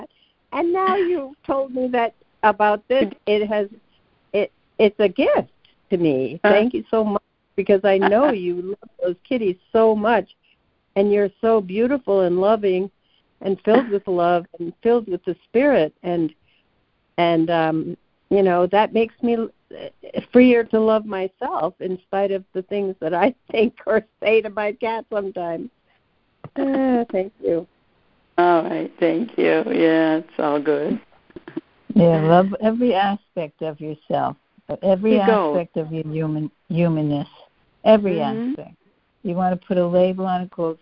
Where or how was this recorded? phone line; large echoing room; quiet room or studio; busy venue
phone line